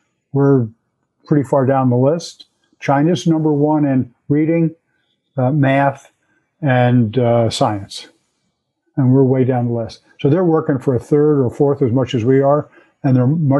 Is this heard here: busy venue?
no